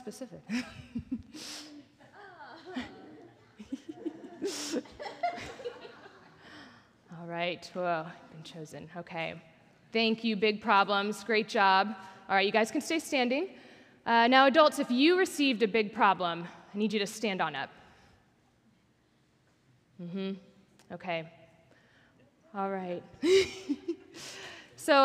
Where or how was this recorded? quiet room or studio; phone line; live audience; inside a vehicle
live audience